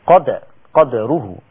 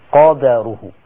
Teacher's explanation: قرأ شعبة بسكون الدال يبقى هيقلقل · Shown in: first take · قد قدره، أما حفص قرأ بفتح الدال قدره. نقرأ بإذن